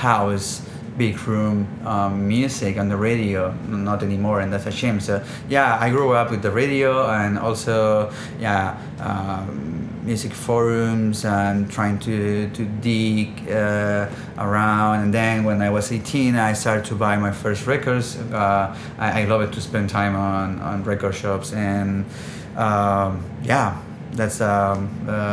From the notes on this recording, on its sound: This episode was recorded at Box 54 which is the cocktail bar right next to Culture Box, which is why the audio may be a little "worse" than normal.